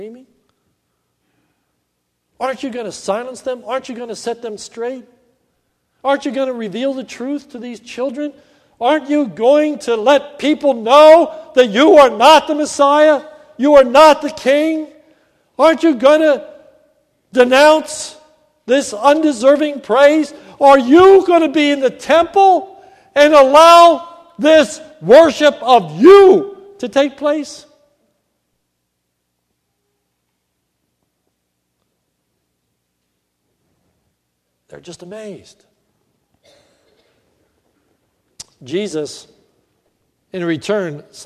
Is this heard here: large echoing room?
yes